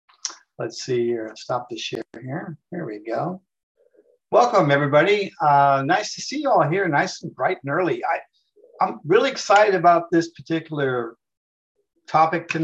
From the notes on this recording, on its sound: The shows are now all hosted on Zoom.